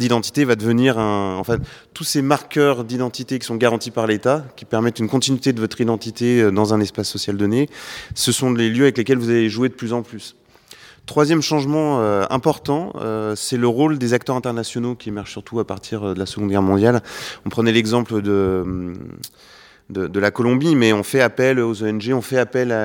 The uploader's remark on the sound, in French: Emission enregistrée à la BIS (Bibliothèque de la Sorbonne, salle Jacqueline de Romilly). Dans le cadre des “Nocturnes de l’histoire”.